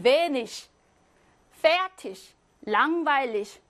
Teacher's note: 또 시험에 자주 나오는 거는 이 이계 조합이에요. 이계가 같이 있으면 히 소리가 난다. 언제? 단어의 끝이나 자음 앞에서.